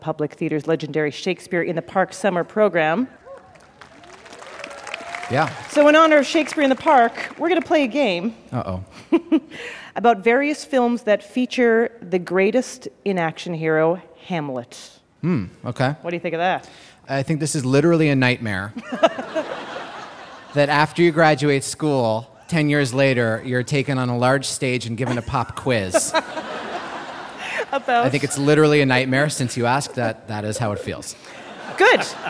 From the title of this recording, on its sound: LIVE From Central Park, It's Ask Me Another